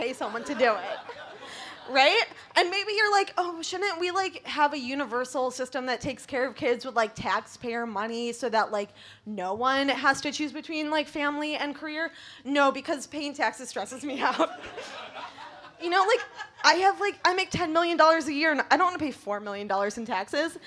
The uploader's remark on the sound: Book Club is a comedy variety show. Live sound and recording.